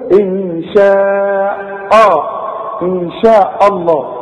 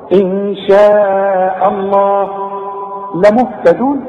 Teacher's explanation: الهمزة مرققة، رقق الهمزة، لفظ الجلالة هو المفخم · Shown in: second take · إن شاء الله لمهتدون، كلها مرققة.